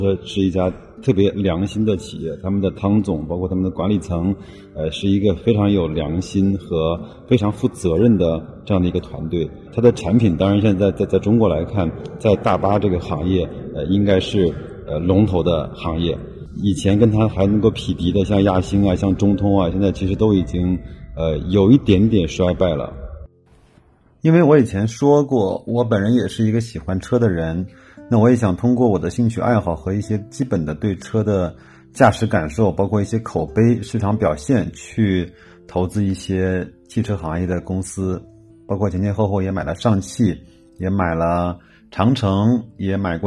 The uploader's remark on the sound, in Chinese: 机场录制，音质渣渣，慎入。